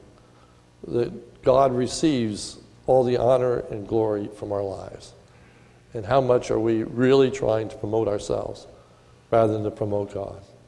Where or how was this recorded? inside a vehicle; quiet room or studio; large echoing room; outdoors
large echoing room